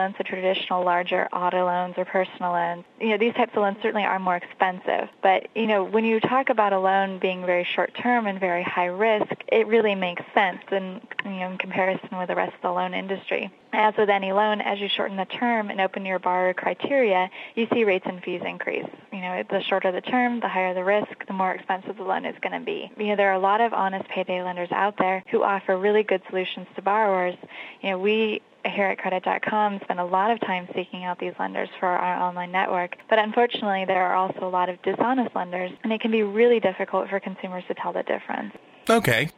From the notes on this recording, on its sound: An in-depth telephone interview